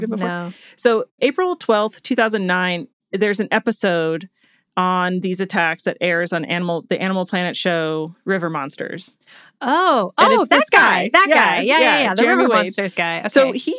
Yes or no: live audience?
no